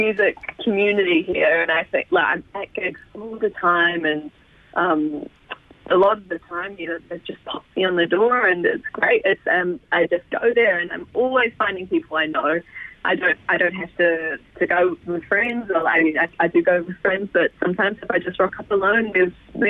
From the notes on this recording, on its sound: LIVE on the line to chat